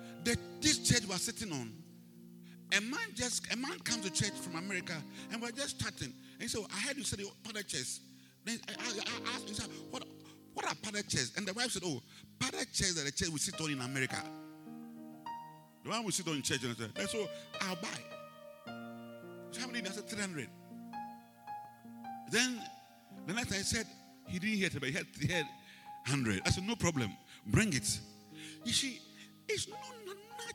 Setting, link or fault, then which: setting, large echoing room